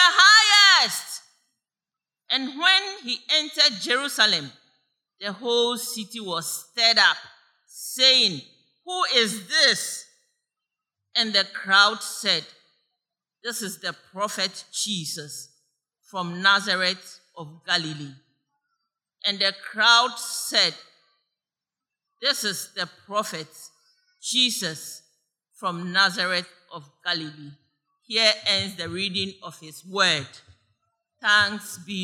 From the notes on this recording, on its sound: Sermon preached at CBC Shiashie Campus